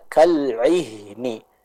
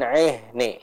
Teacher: Jadi jangan e, jangan ke huruf e, tapi sempurnakan kasrah i. · Shown in: first take · Jadi di antara cara kita menyempurnakan bacaan kasrah adalah dengan kita sedikit menurunkan dagu kita.